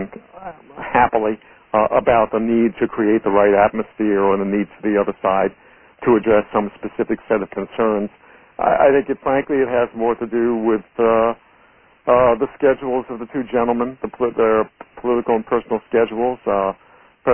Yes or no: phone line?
yes